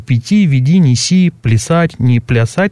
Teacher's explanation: После мягких согласных есть такой «и-образный» голос